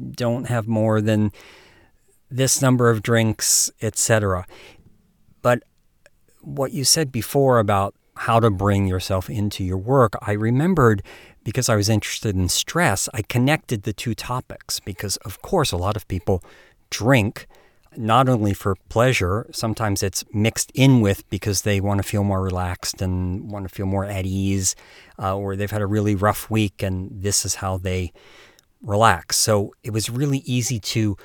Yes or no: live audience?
no